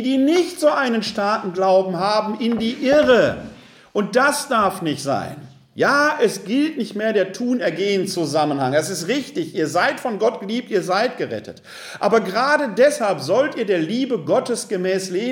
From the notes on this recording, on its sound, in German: In einem Vortrag vor dem ökumensichen Gesprächskreis Rott (Wuppertal-Unterbarmen). Wir präsentieren hier den Mitschnitt des Vortrages.